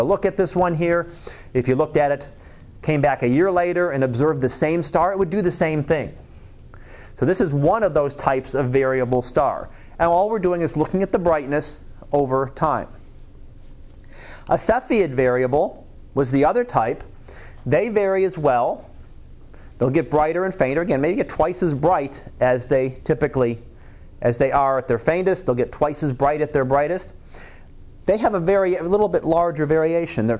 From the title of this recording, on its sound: Live Class Lecture